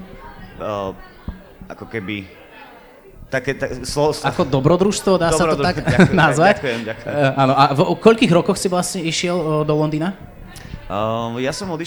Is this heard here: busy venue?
yes